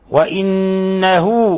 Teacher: وإنه حرف غن مشدد يغن مقدار حركتين. وإنه يعني أشبعنا الضمة فانقلبت واوا، وهذه اسمها صلة صغرى